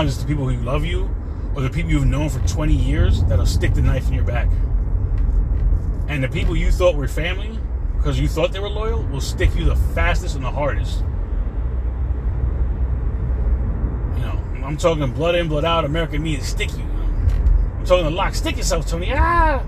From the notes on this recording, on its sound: In this CarCast